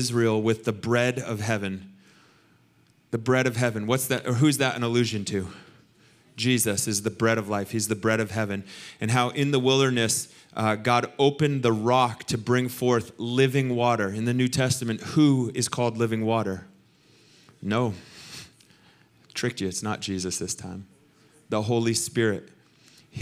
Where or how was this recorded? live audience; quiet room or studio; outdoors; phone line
live audience